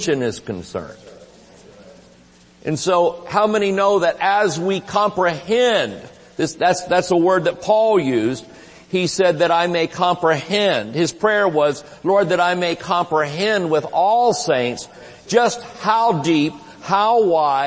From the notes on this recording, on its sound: Recorded Live at Shining Light Church.